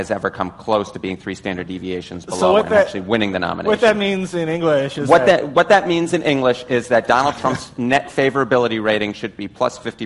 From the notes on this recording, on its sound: As part of an Advertising Week panel.